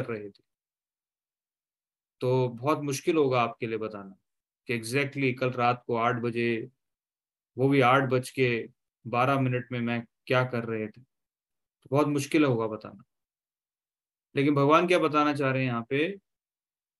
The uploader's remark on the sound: Zoom recorded class